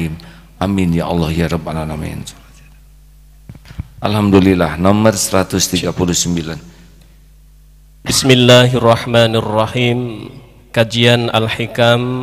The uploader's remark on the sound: LIVE dari Masjid Daarut Tauhiid Bandung.